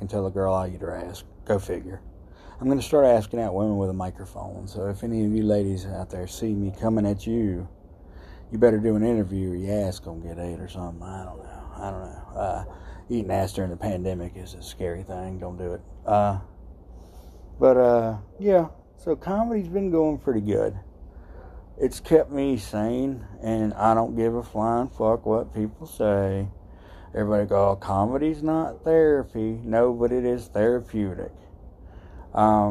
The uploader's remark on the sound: Live from THE GHETTO! Sitting outside at 3am.